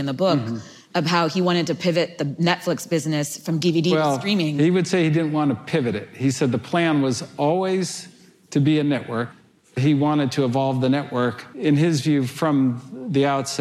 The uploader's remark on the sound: Which was recorded at the Computer History Museum in a live event, before the pandemic.